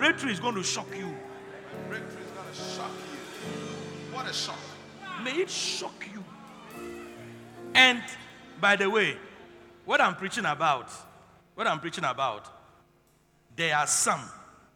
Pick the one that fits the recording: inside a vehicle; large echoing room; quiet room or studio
large echoing room